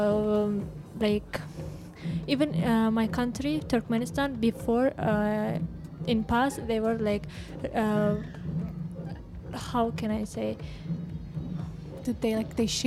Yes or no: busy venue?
yes